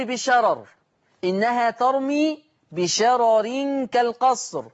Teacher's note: لاحظوا هذا اللفظ في المصحف الشريف بشارة راء، هذه الراء مفتوحة، والراء الثانية ري بشارة ري، هذه الراء الأولى مفتوحة والثانية مكسورة. يقرأ لورش بترقيق الراء الأولى في لفظ بشرر، لماذا؟ والسبب ترقيق الراء الثانية وصلا.